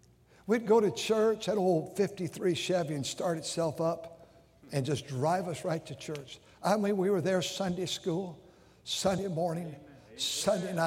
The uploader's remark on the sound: during the Sunday Morning service on August 27, 2023, at North Valley Baptist Church in Santa Clara, California.